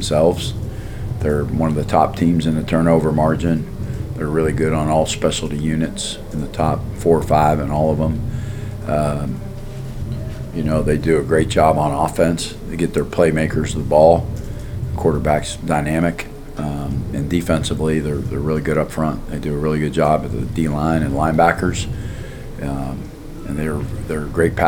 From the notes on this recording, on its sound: Wednesday Press Conference